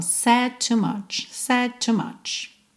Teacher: Said com to, você junta num som só.